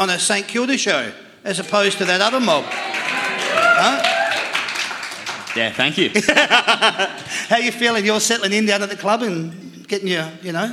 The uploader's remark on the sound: That's Good for Footy panel show LIVE from the Mulgrave Country Club